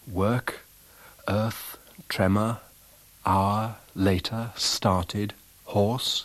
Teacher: This is a non-rhotic accent, that is, historically it's undergone the innovation of R dropping